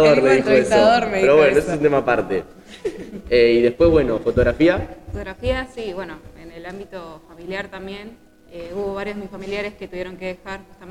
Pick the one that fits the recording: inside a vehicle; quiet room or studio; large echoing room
large echoing room